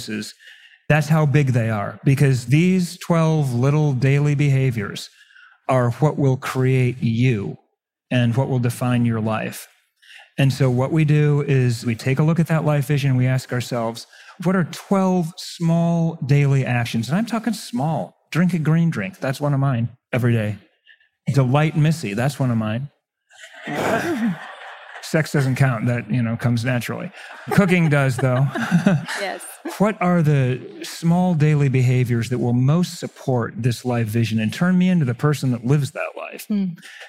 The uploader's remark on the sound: In this 3-way panel discussion live from Mindvalley's A-Fest stage in Bali.